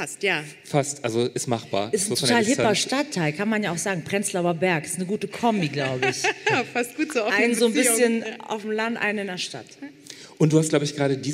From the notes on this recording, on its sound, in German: Beim Podcastfestival in Hamburg